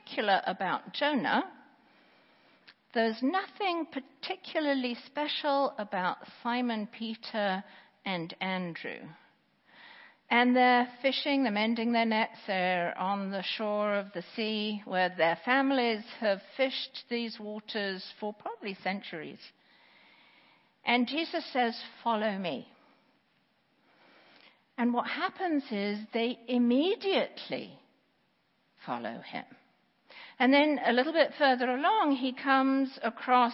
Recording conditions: large echoing room